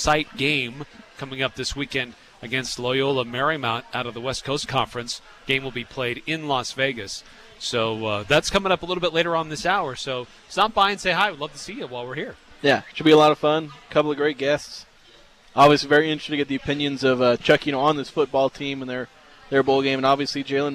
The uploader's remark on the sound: broadcast live from Beehive Grill.